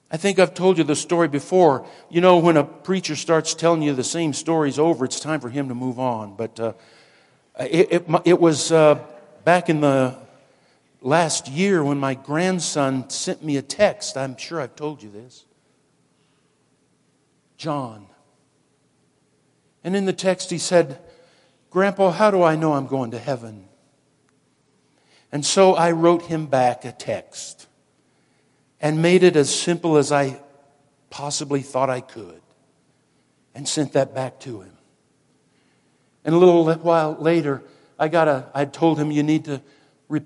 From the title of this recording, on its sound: Woodland Life Church Live